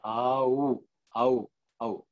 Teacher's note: AU is a slow transition from A to U.